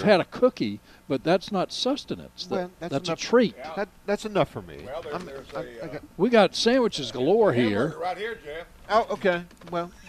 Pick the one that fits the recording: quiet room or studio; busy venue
busy venue